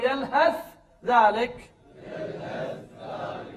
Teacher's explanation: الذال مع الثاء يصير ذال مشدد